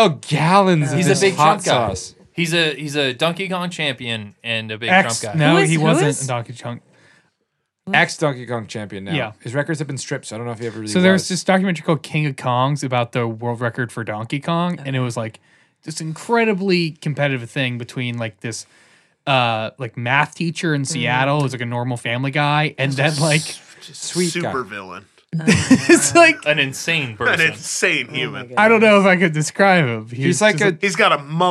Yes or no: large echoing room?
no